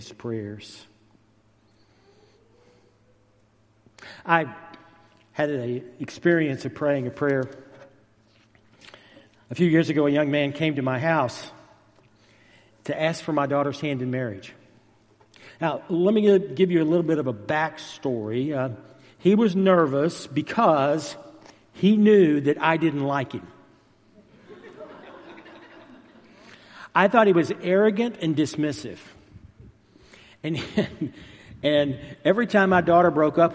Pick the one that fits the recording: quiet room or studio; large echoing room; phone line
large echoing room